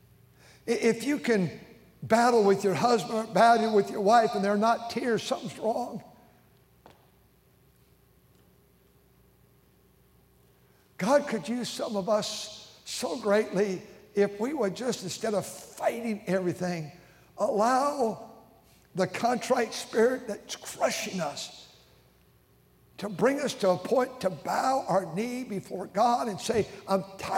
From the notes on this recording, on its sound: during the Wednesday Evening service on May 17, 2023, at North Valley Baptist Church in Santa Clara, California